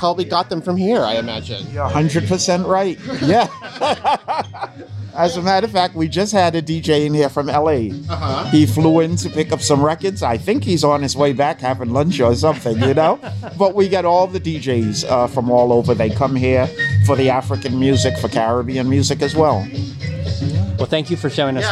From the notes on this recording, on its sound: A Walk through Little Caribbean. Listen in on this mini food tour of Flatbush and Nostrand Avenues and discover the secrets of this bustling neighborhood.